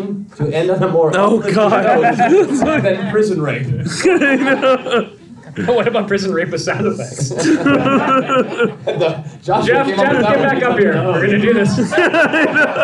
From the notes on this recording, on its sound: our first live recording